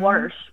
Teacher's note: your mother says wash with an R